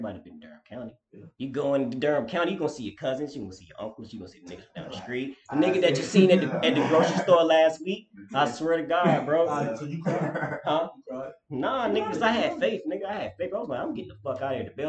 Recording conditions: poor microphone